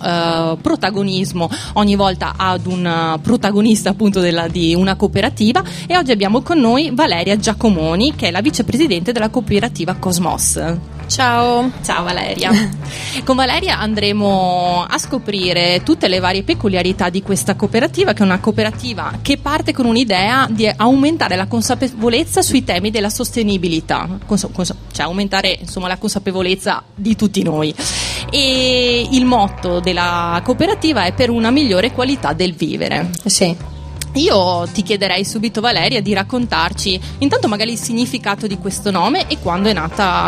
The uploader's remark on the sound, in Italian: La trasmissione di Sanbaradio. In questa puntata speciale in esterna, in diretta da piazza Fiera in occasione del Festival dell'Economia.